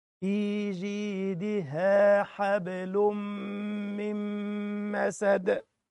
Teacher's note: أدخل النون في الميم على طول مع الإدغام · Term: ادغام بغن